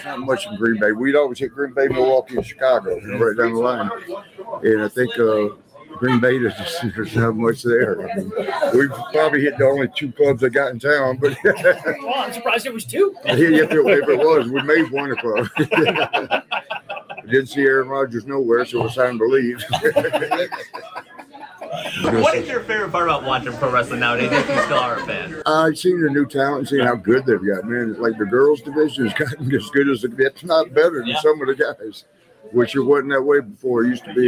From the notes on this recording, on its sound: live from Starrcast in Chicago.